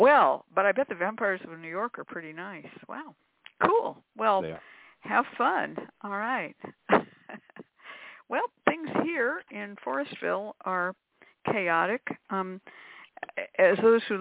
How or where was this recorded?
phone line